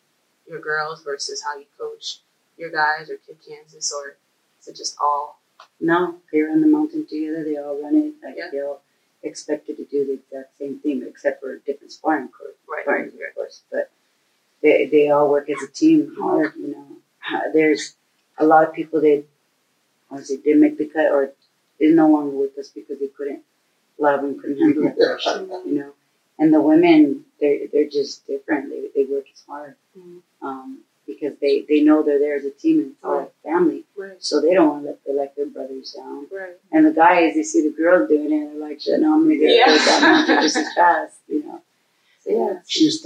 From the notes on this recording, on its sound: Despite some technical difficulties